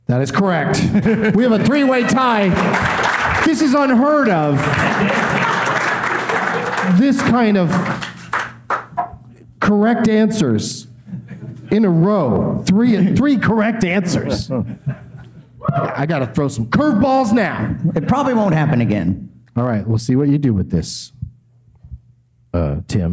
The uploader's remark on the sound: Live from Goodnights Comedy Club in Raleigh